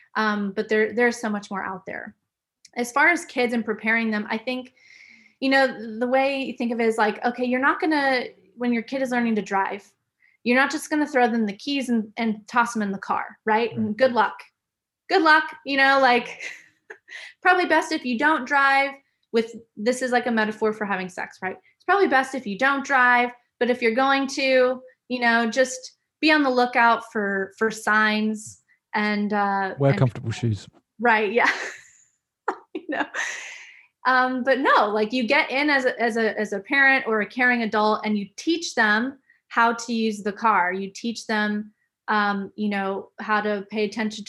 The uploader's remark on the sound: This podcast was recorded online on the 4th May, 2021